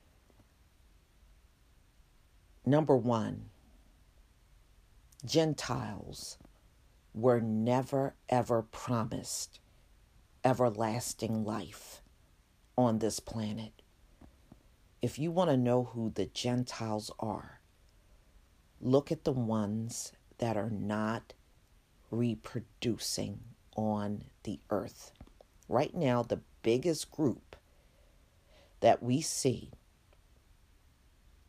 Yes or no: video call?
no